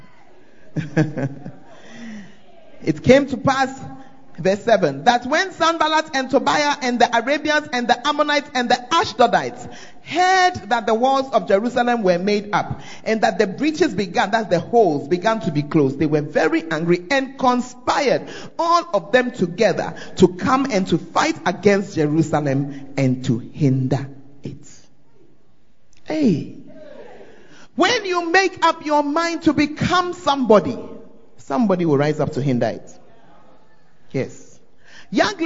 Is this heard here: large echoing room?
yes